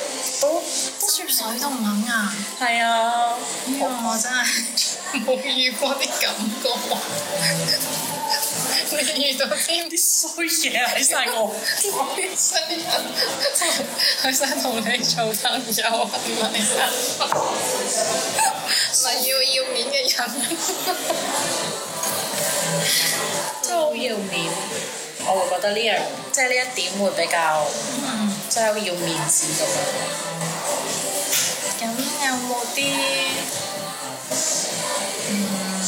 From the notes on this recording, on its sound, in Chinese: 这次在外面录制很吵